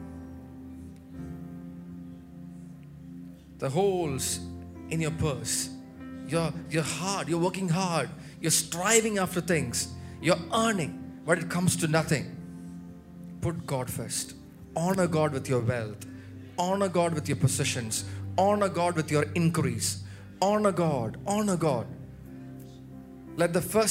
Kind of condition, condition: setting, large echoing room